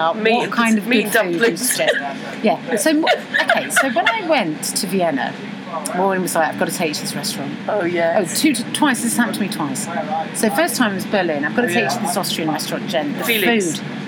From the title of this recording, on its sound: Talk on a train